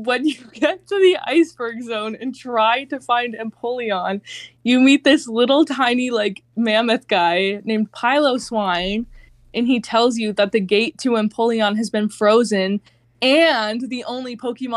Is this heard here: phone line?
no